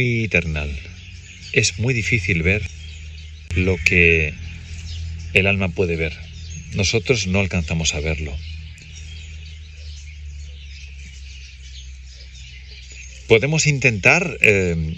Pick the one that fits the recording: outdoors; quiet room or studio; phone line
outdoors